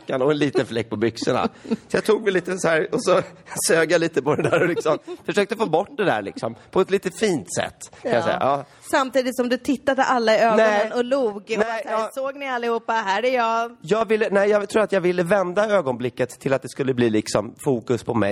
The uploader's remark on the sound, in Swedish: Inspelat inför publik på Lund Comedy Festival.